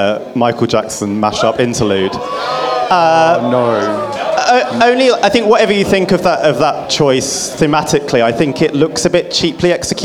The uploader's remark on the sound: Recorded at the RVT on 21 October 2023. Joined by special guests on the stage and with a live link up to New York and LA.